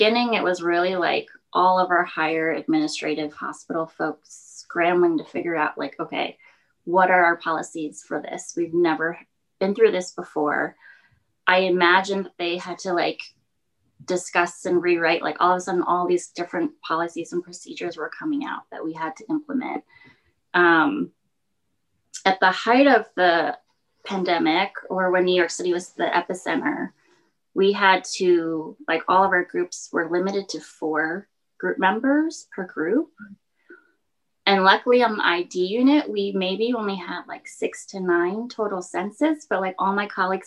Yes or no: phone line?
no